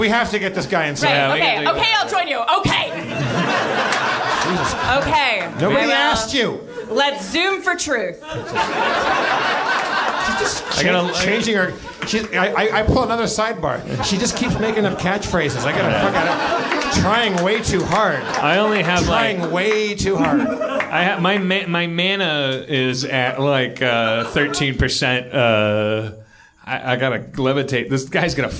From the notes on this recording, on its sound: Discover a Belgian fan in the audience, but when a Londoner from the crowd.